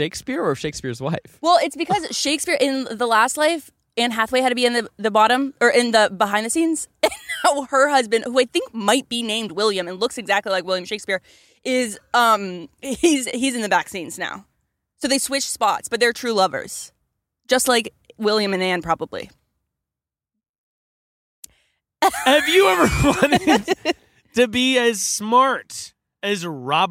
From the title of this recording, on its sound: we did a podcast in the car wash